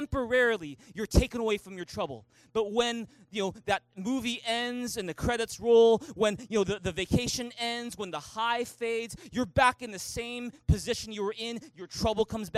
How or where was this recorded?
large echoing room